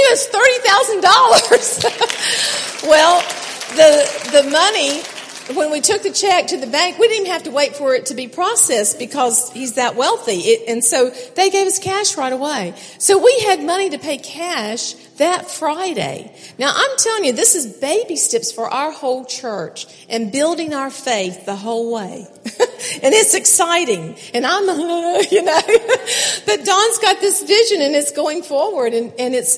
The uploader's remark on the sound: keynote speakers at the 2016 NorthGate Church Women's Conference